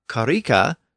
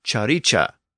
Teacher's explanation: When the C appeared before vowels pronounced in the front of the mouth, so E or I or Y, it tended to switch from a K sound to a CH sound · Shown in: second take · in Old English. · Term: palatalization